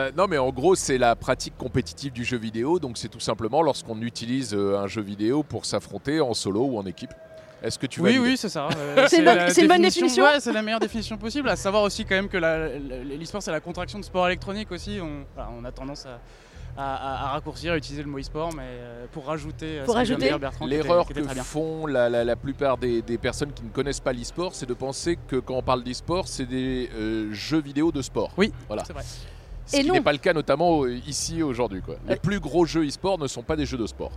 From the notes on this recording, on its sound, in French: enregistré depuis l’Accor Arena de Paris